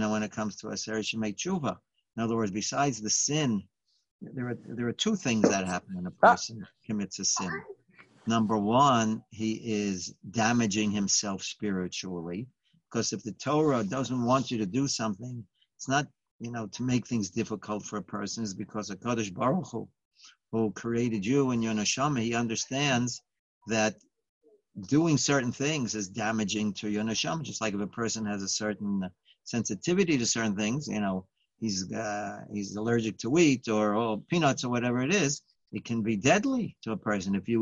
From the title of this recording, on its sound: Live On Zoom: 6-16-2020